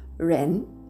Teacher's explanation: 発音記号は REN。第2声、下から上にずり上がる音になります